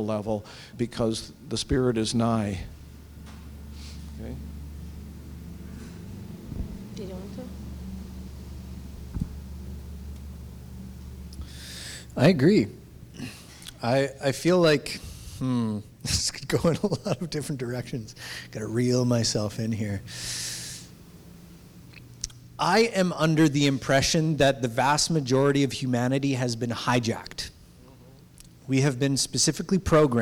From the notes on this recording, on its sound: we will be sharing live audio from our recent Expansion Seminar event in Vancouver BC